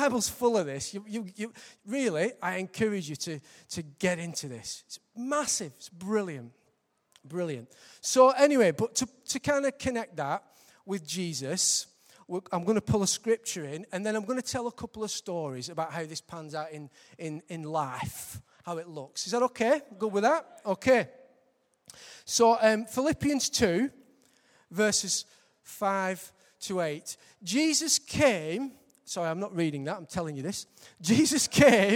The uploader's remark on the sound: Recorded live at Life Church on Sunday 22nd March 2015.